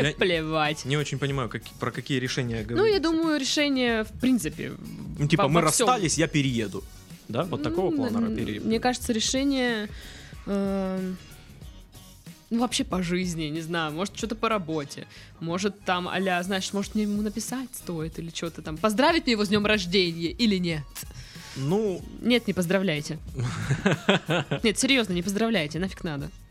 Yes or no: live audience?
no